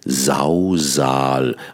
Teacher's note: Und damit haben wir eine Alliteration, Sausaal. Also die beiden S, die beide stimmhaft sind, stehen hier am Anfang der beiden Wörter, die zusammengesetzt sind.